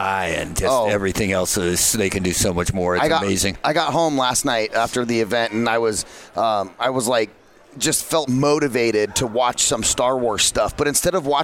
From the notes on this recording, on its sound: Broadcast Day 2 Live from the Phoenix Comicon! Interviews LIVE from the floor of Phoenix Comicon.